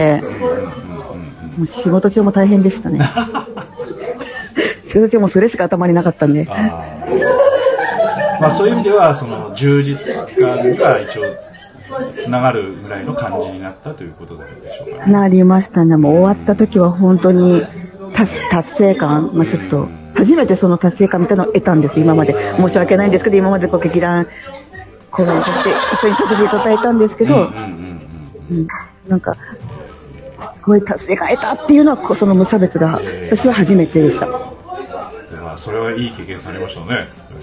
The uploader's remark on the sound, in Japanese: 2019年の忘年会ゲリラ収録！次回公演の総決起大会を兼ねて、忘年会を行いました。そちらでの収録です。